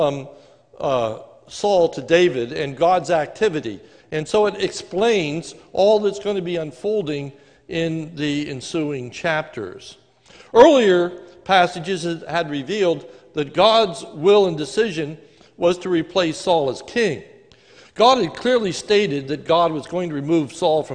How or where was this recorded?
large echoing room